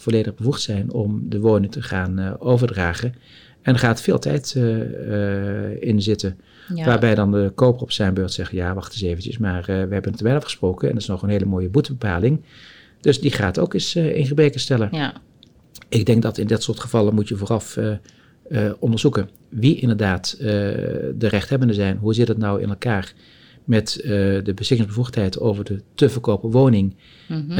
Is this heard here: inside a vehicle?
no